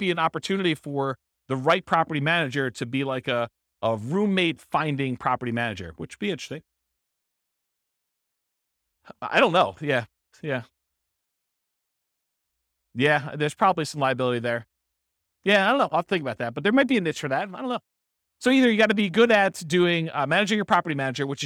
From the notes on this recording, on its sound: This was a live class recorded